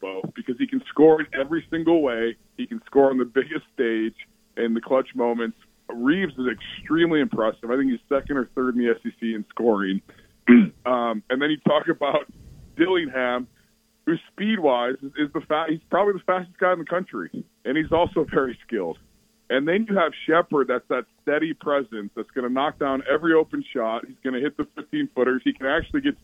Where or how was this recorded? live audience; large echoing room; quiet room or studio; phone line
phone line